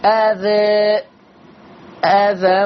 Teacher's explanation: كلمة أذى حال الوقف عليها فيها الفتح وفيها التقليل